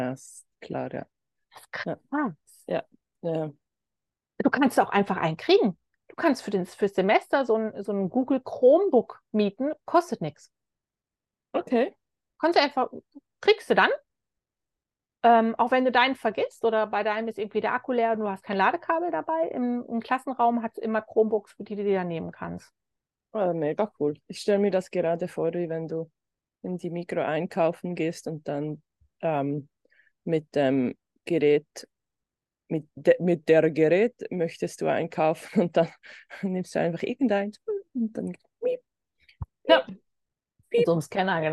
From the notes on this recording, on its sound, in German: Live aus Hawaii. Dank Zoom war es überhaupt kein Problem, diese grenzüberschreitende Verbindung herzustellen.